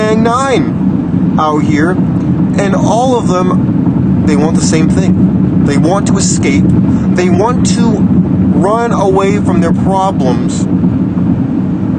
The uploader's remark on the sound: Open Road Rants. This episode was recorded in the car, so please excuse the crude audio quality.